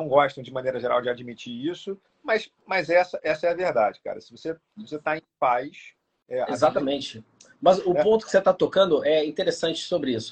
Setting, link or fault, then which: link, video call